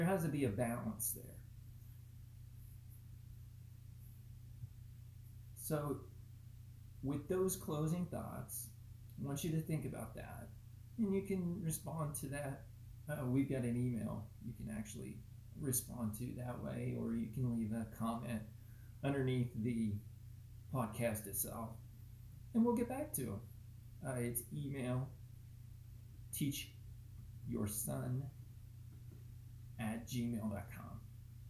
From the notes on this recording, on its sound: Apologies mic was weak